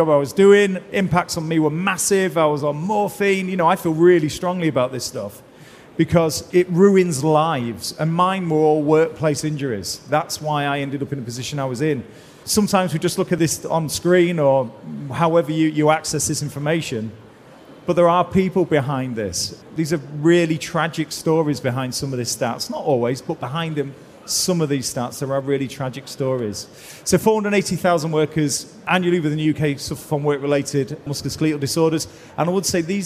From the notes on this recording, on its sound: Recorded in the Operational Excellence Theatre at Safety & Health Expo in May